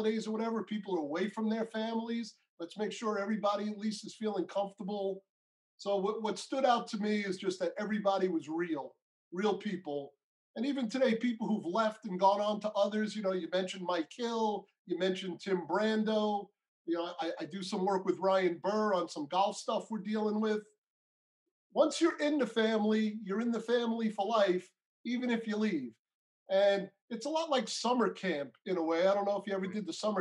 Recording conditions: video call